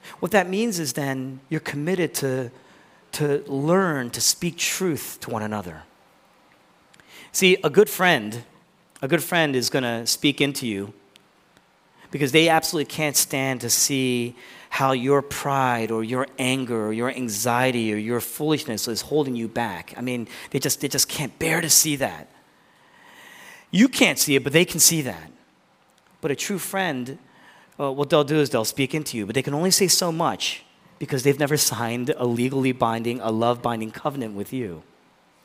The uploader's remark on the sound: originally preached in East Falls, Philadelphia